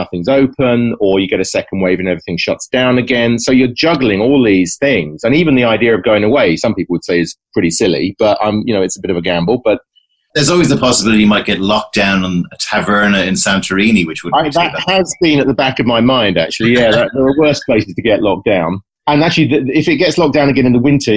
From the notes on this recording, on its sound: Recorded: ZOOM (London – Dublin)